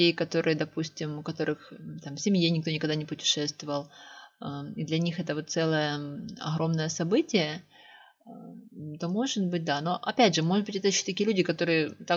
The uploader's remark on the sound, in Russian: Осторожно! Плохой звук